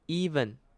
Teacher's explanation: 重音在第一个音节的 e，所以是 even